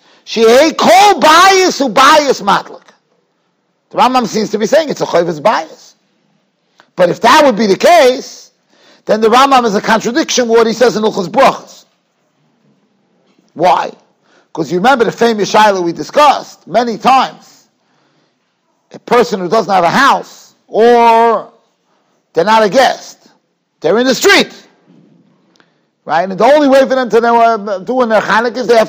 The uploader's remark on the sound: Shiur recorded in Yeshivas Ohr Reuven, Monsey, NY.